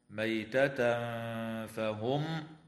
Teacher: ويخفى التنوين عند الفاء مع الغنة مرققة